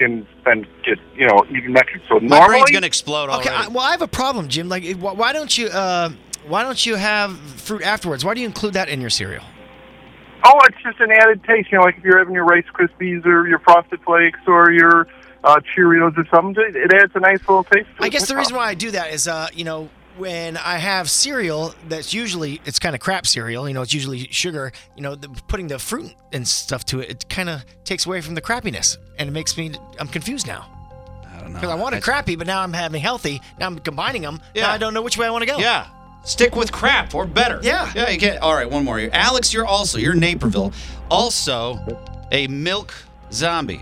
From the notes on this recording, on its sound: Callers call in to add to the discussion.